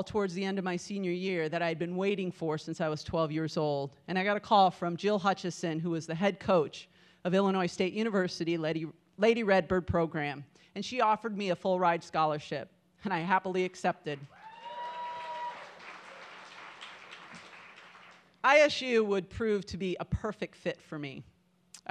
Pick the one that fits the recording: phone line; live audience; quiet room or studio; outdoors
live audience